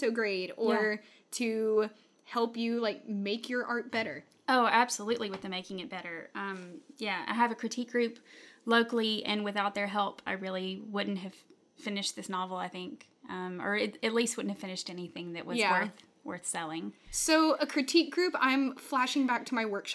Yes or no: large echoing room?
no